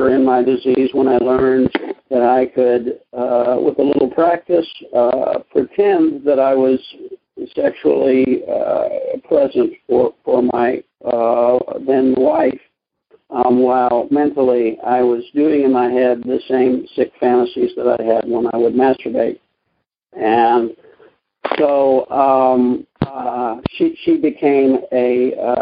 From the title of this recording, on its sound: Monday Noon Phone Speakers Series